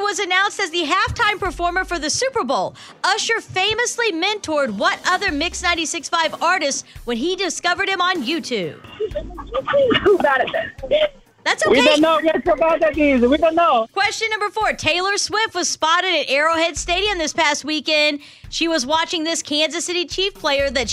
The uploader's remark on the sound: in the car on the way to school